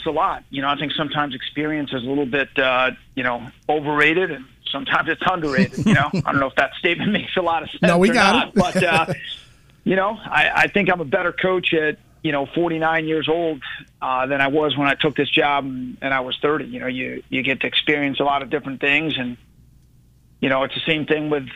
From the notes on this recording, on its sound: A few Listeners Call.